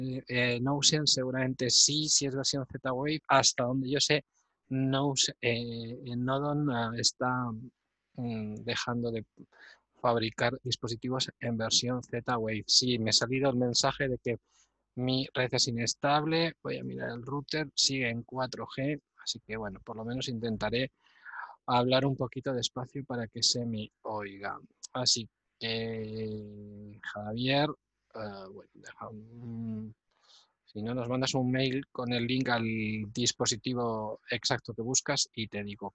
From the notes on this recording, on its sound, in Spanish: Audio del webinar que grabamos. Audio del webinar que grabamos.